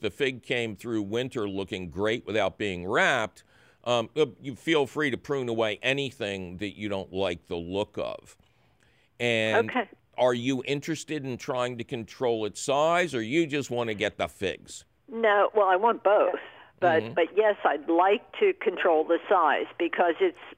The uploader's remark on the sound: takes your phone call questions.